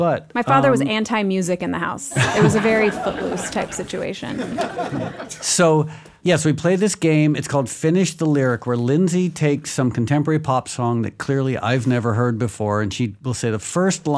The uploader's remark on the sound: Do their first live podcast recording at Neuehouse Hollywood.